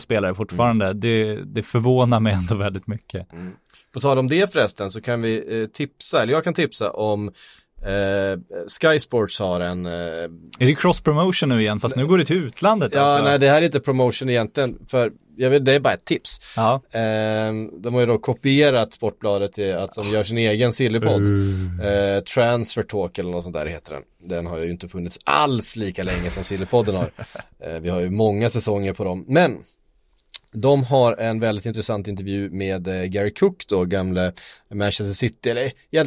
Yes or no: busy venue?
no